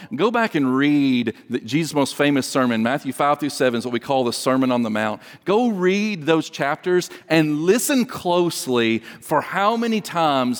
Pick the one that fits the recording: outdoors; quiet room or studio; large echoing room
large echoing room